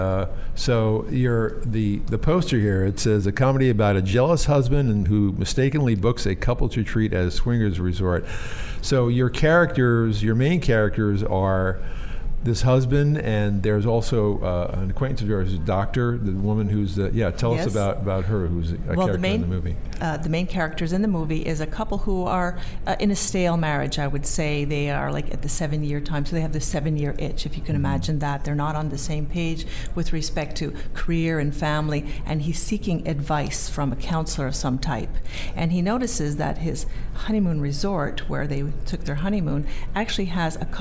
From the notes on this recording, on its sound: Join VoiceAmerica as we Broadcast LIVE form the American Film Market! Over 8,000 industry leaders converge in Santa Monica for eight days of deal-making, screenings, seminars, networking and parties.